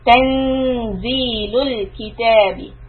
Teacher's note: We hide the sound of the Ghunna, of the Noon, in the place of the next letter which is Zai · Term: Ikhfa